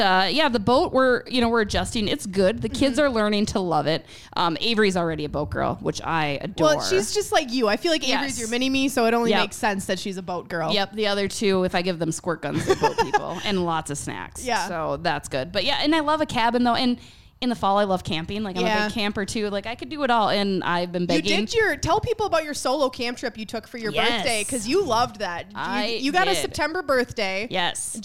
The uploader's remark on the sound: Live from 7 Vines Winery. Bringing it to you live from the 7 Vines Winery. We talk to the owner of 7 Vines Winery.